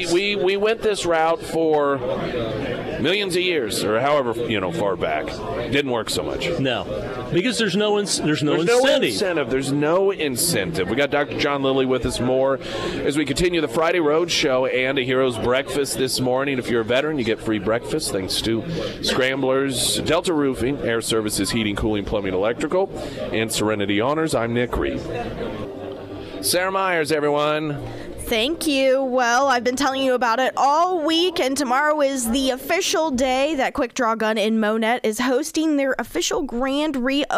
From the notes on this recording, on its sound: live at Scramblers Diner for Heroes Breakfast